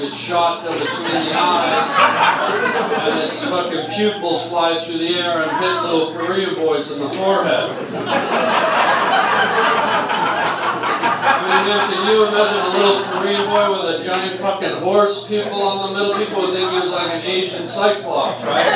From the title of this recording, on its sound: LIVE ON STAGE